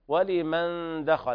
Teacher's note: إخفاء حقيقي لوقوع الدال بعد النون الساكنة